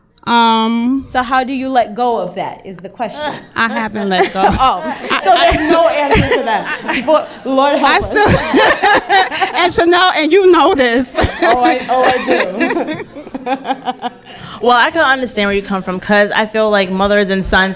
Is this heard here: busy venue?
yes